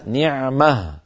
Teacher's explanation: التاء المربوطة التي آخرها ضمة وتنوين رفع انقلبت إلى هاء ساكنة حالة الوقف